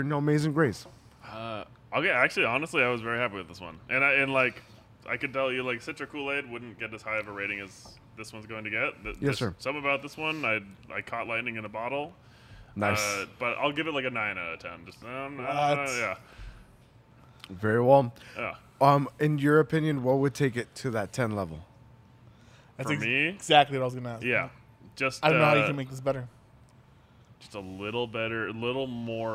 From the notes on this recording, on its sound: We are proudly recording out of Las Vegas' own Scenic Brewing Company.